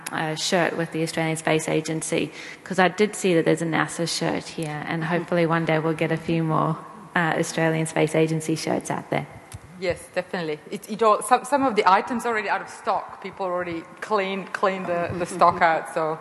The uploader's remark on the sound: Recorded at the Moon Village Association conference, Deakin Edge, Federation Square in 2019